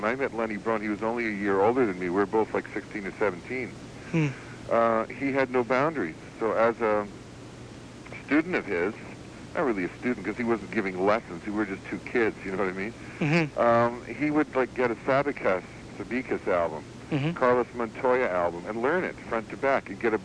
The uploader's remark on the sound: A short phone interview I did many years ago.